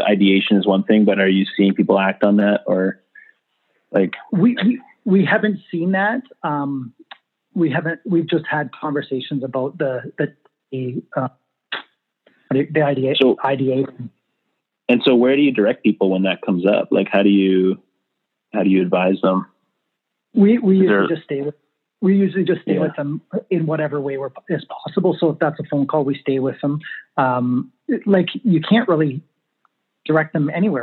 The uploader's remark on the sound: We had some technical difficulties recording this episode but we've done our best to make the most of it.